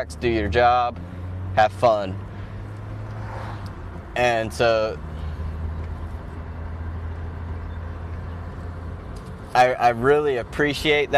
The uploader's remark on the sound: Driving to work